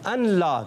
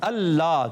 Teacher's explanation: نون کی آواز نہیں آئے گی بالکل بھی · Shown in: second take · Term: نون لام میں مل جائے